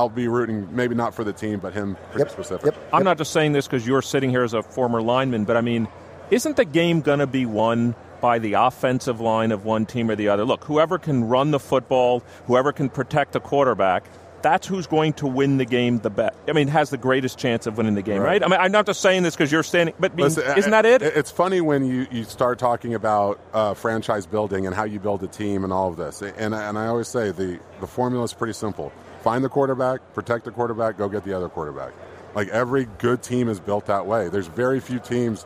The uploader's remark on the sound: broadcast from radio row at Super Bowl 53 in Atlanta